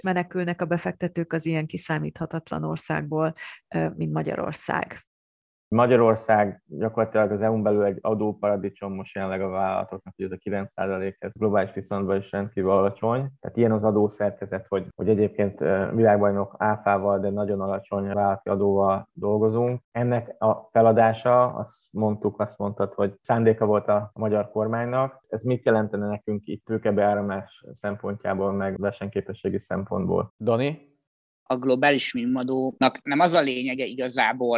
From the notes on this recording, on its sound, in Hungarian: Az adást zoomon rögzítettük, elnézést kérünk a hanghibákért.